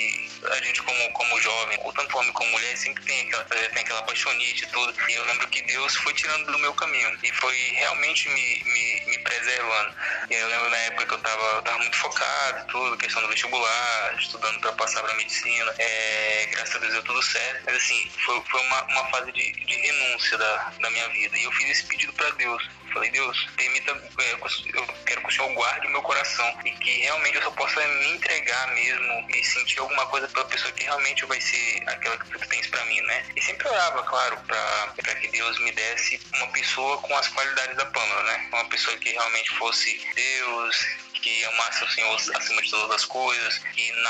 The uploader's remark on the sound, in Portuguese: por vídeochamada